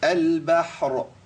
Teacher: لو وقفت عليها الراء هنا في الوصل إيه؟ مرققة، لأنها راء مكسورة، لكن عند الوقف فخامة